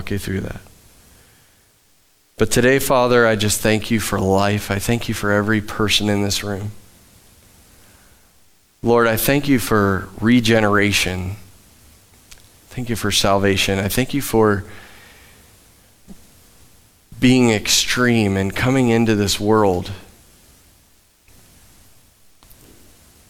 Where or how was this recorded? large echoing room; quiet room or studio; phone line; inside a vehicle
large echoing room